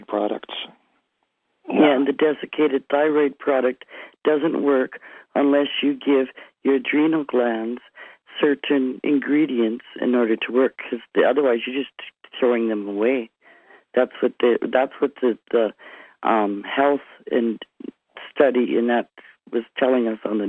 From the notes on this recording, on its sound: Conference Call LIVE